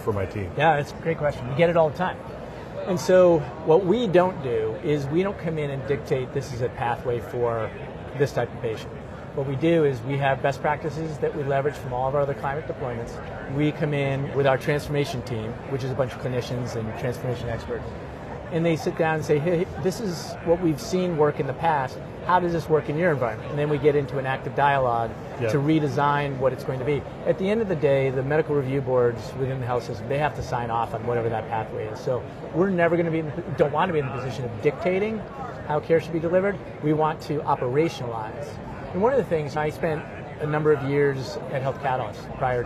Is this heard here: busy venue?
yes